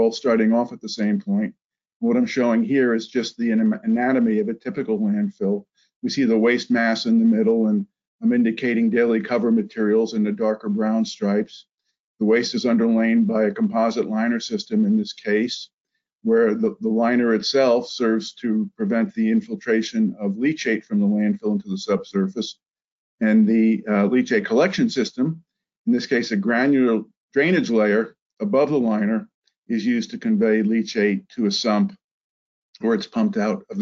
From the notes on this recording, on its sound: This is an audio version of the FGI webinar.